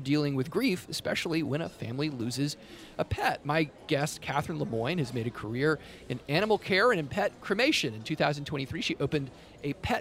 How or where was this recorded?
busy venue